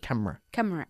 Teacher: Casi no decimos cámara, sino camera, como si camera solo tuviese dos sílabas.